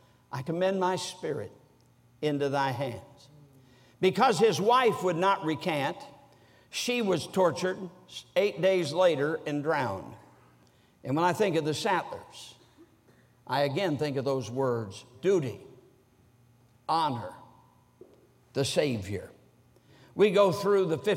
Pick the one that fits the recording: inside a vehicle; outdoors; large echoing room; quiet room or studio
large echoing room